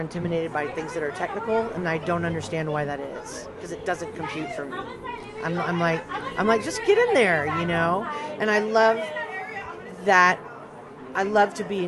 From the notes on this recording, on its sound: Chats with 2 guests. Recorded live from a Le Selva (USA) event in San Antonio, Texas.